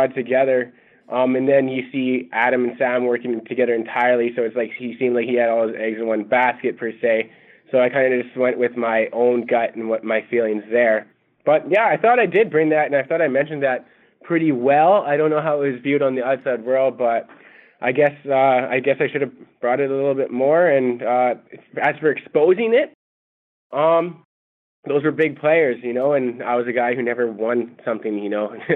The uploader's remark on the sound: Phone Interview.